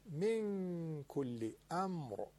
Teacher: نون هم به کاف رسیده اخفاء میشه